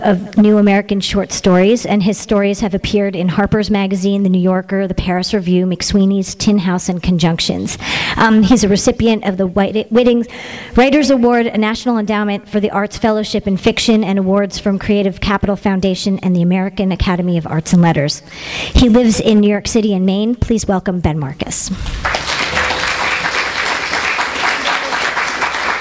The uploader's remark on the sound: THIS EVENT WAS RECORDED LIVE AT SKYLIGHT BOOKS